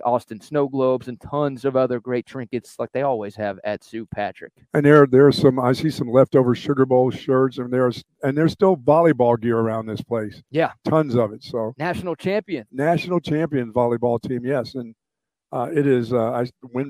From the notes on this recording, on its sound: LIVE from Sue Patrick on Burnet Rd!